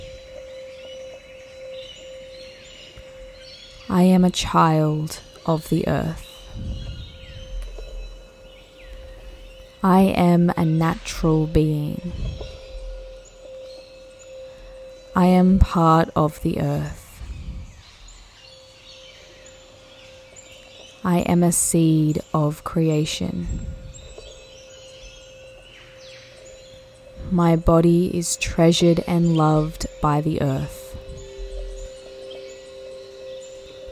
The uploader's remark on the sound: Affirmations For GROUNDING + Nature Sounds. I spent time recording the forest sounds in Northern NSW Australia (the birds are so vibrant and songful early in the morning) and I included them in this beautiful episode.